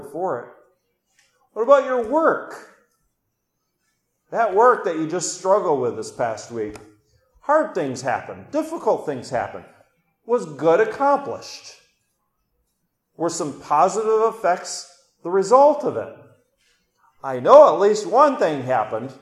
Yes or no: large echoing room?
yes